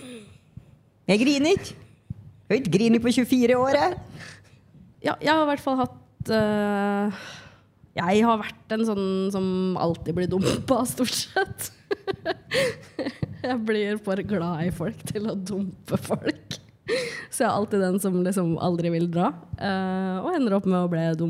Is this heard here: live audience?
yes